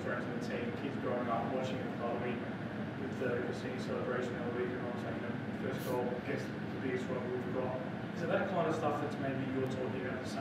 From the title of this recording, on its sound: Post-Match Press Conference